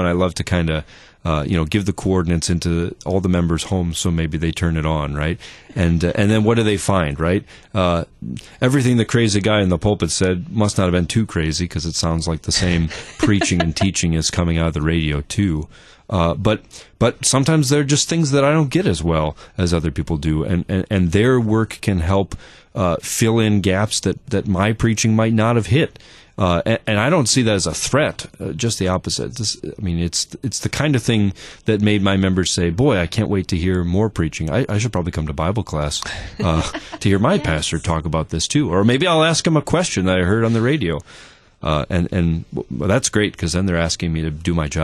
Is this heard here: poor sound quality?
no